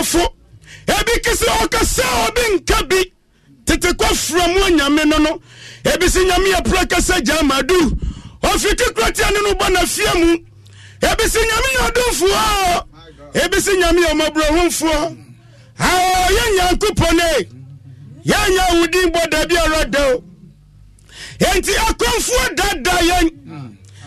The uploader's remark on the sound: Live worship/prayers